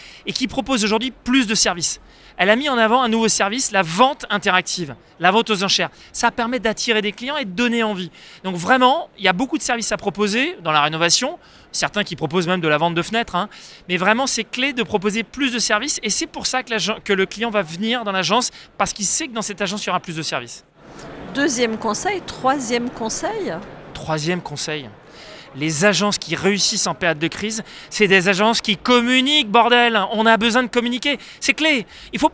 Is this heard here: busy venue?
yes